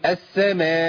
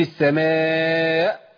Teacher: لازم اقطع في الهمزه بالشده والجهر، انقطاع الصوت والنفس · Shown in: second take